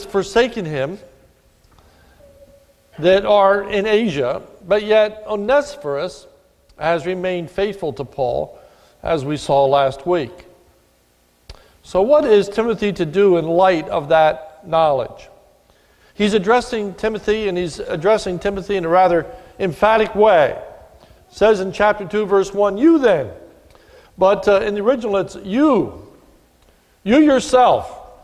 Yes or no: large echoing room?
yes